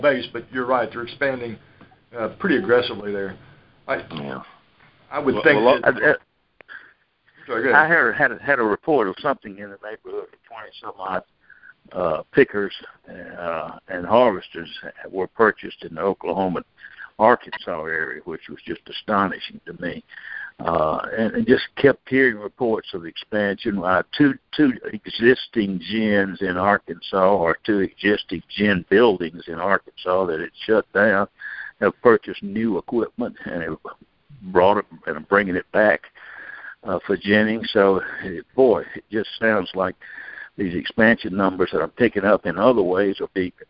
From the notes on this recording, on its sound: Monthly Conference Call On Cotton.